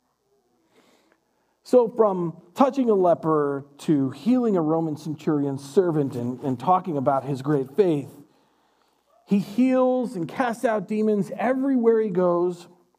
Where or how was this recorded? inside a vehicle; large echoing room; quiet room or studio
large echoing room